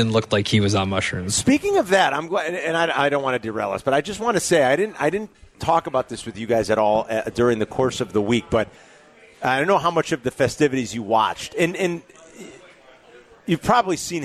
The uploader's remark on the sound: live from Twin Peaks in Warrenville!